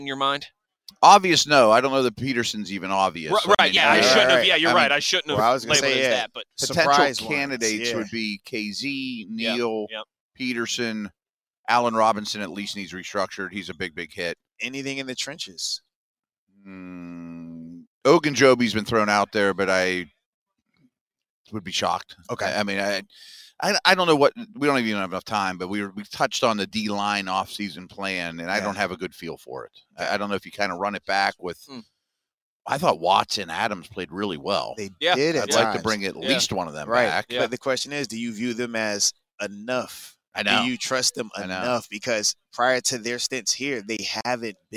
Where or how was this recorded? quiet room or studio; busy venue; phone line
busy venue